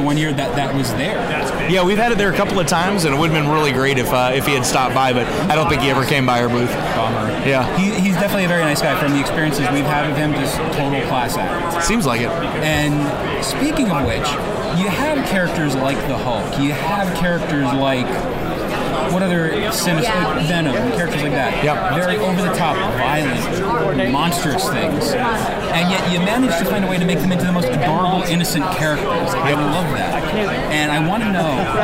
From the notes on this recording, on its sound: The episode we recorded during Toy Fair 2019 at the Jacob K Javits Center in New York City.